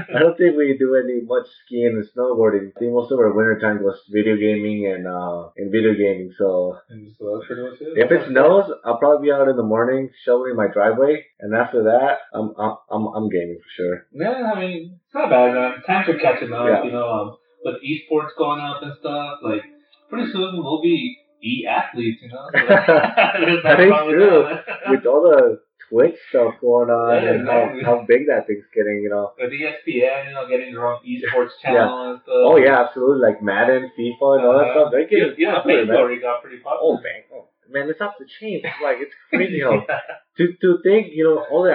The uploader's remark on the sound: Apologize for the sound quality. We are working to get the sound quality better.